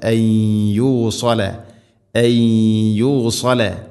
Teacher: സാക്കിനായ നൂന് ശേഷം യ, നൂനിനെ യായിലേക്ക് കൂട്ടി ലയിപ്പിക്കണം, മണിച്ചുകൊണ്ട് ഉച്ചരിക്കണം. ഇത് ഗംബിഗുന്ന അയ്യൂസല അയ്യൂസല.